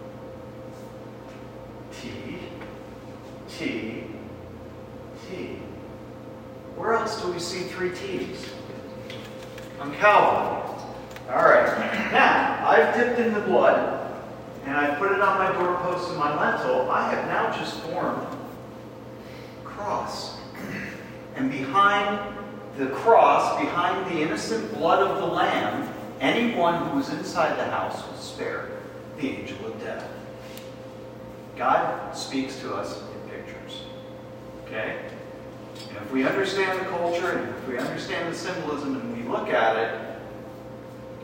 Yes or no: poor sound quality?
yes